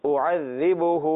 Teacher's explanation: دونوں جگہ الف بھی نہیں، دونوں جگہ عین بھی نہیں، پہلا حمزہ ہے، دوسرا عین ہے